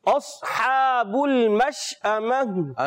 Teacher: سین باریک ہوتا ہے اور شین موٹا تو نہیں ہوتا، یہ بھی باریک ہوتا ہے، مگر اس میں آواز منہ میں پھیلتی ہے